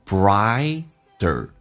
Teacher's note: T 发 D 这个发音，轻轻的卷下舌头